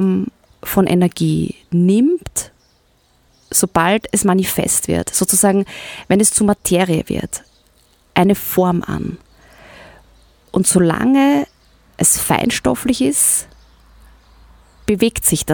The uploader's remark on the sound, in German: Aufgenommen im Sonnenuntergang mit Blick in die Wälder und auf den Großglockner.